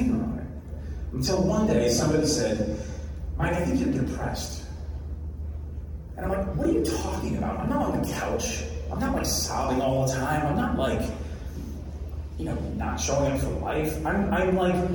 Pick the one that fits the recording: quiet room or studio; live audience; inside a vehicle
live audience